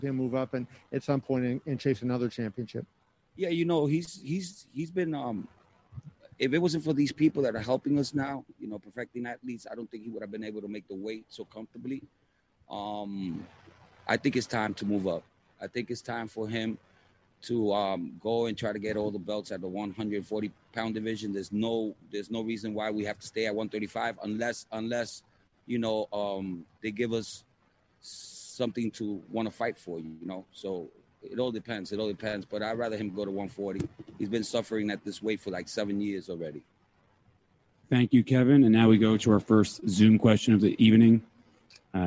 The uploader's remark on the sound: Post fight Press Conference